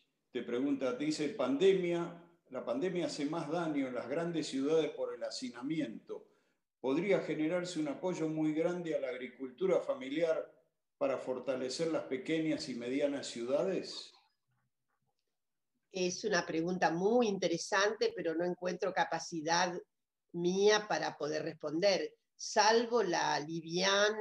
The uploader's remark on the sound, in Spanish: por YouTube, con participación en VIVO con el chat